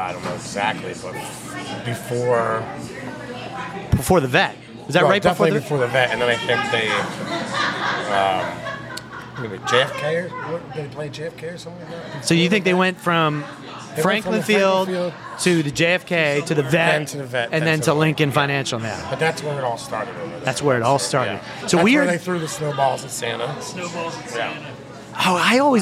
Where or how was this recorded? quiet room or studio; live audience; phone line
live audience